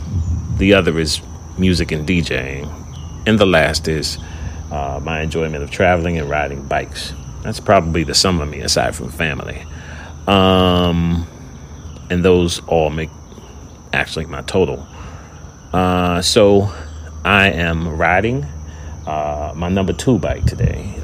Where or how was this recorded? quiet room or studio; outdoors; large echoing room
outdoors